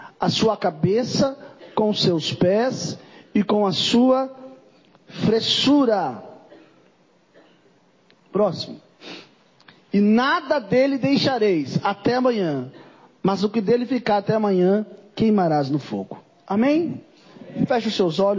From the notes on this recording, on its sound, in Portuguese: Mensagem gravada em 09/04/2023 - Culto da Família